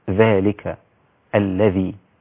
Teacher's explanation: كذلك الذي يحرف الذال ويجعلها زاي، الذال من طرف اللسان مع أطراف الثنايا العليا